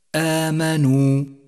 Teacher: خامسا، لاحظ المد الطبيعي في كلمة آمنوا. آمنوا، الواو ساكنة وقبلها النون مضمومة، والواجب أن نمد الواو حركتين